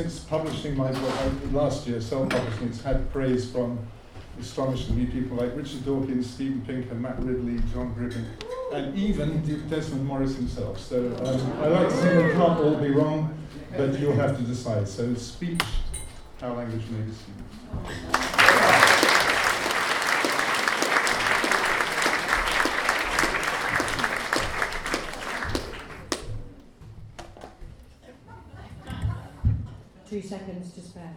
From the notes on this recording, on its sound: At the Chiswick LocaL Writer's Party. At the 14th Chiswick Book Festival , at the local authors party, where the writers have 2 minutes against the clock to talk about their books - or get ‘horned’ off!